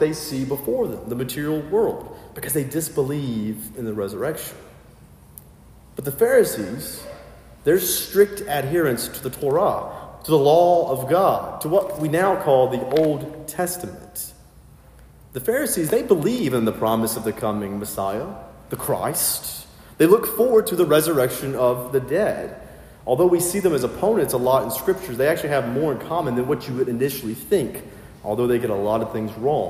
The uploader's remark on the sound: filled in at a local sister parish and preached